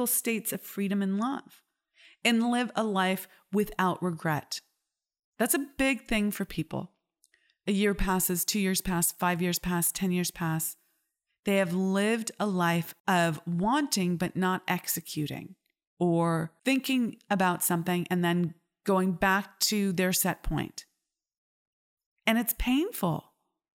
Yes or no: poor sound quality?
no